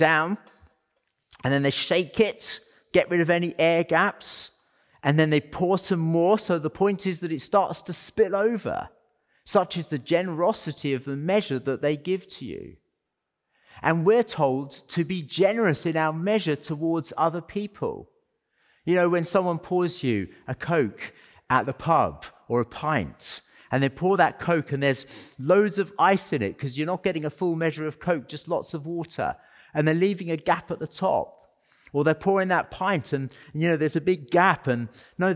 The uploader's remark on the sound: as part of our Sunday worship service